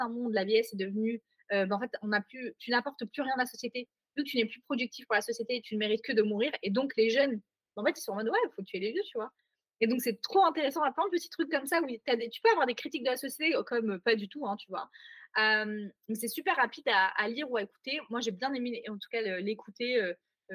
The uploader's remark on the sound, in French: On est à nouveau à distance donc le son est pas perfecto